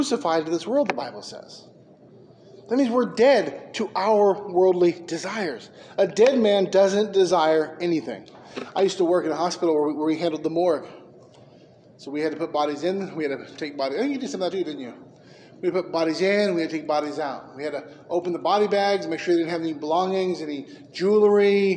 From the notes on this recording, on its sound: Preached at McKee Road Baptist Church.